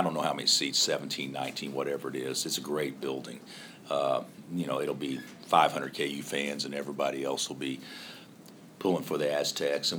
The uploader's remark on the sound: Press Conferences & Post-Game Interviews